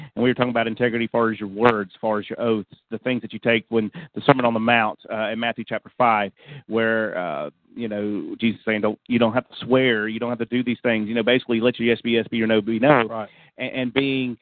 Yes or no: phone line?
yes